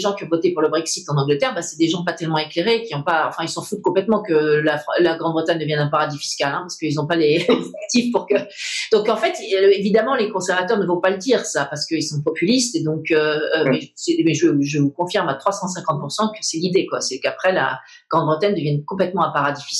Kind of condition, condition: link, video call